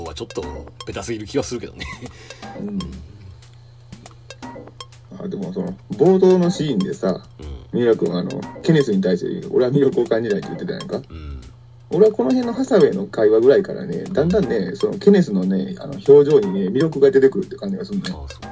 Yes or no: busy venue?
no